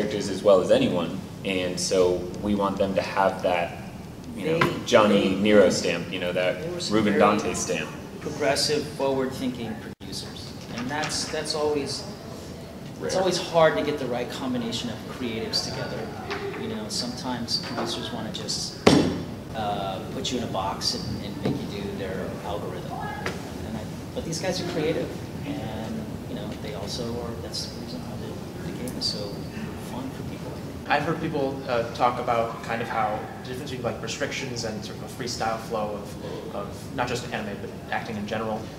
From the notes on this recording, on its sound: Devil May Cry 5 Press Conference | ConnectiCon 2019.